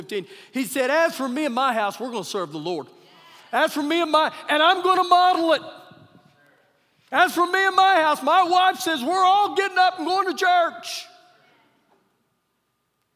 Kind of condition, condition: setting, live audience